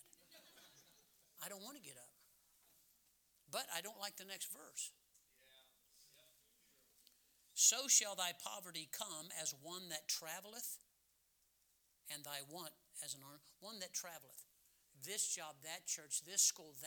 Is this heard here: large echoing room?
yes